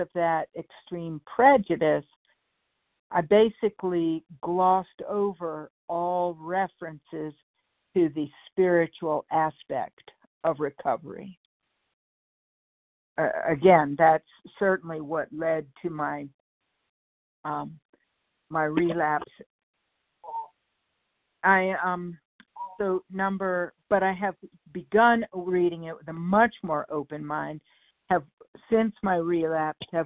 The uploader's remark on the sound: 100 Pounders Phone Meeting